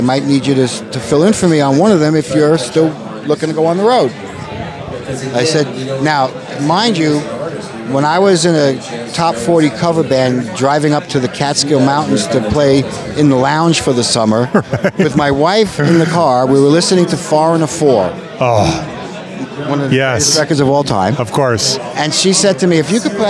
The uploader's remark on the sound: Live From the Nashville Rock n Pod Expo. He was kind enough to let us talk to him live at the Rock n Pod Expo.